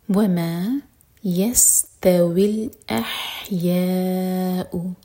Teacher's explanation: یا مد متصل چار حرکہ لمبا اور اس کے بعد حمزہ پر کٹ آف ساؤنڈ